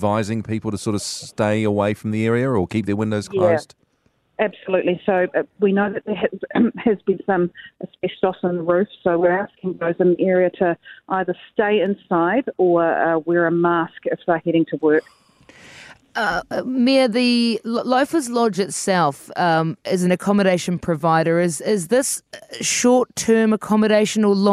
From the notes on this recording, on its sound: Wellington Fire. Live on site.